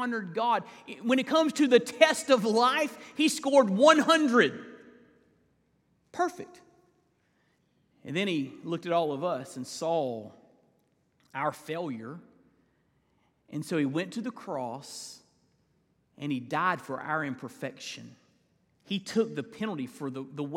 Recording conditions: large echoing room